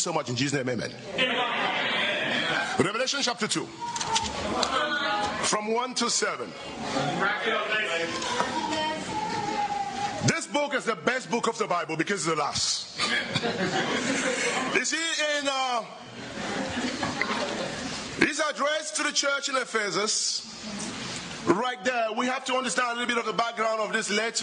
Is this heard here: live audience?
yes